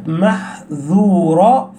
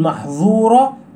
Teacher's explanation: ينبغي عليك أن تبين الذال من كلمة محذورة، فلا تقول محظورة فيتغير المعنى · Shown in: first take